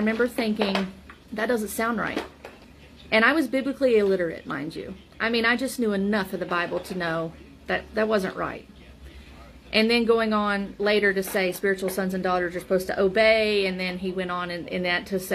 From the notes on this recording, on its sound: There is very low back ground noise.